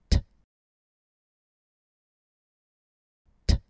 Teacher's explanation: we stop the airflow for a split second using our tongue tip · Term: stop consonant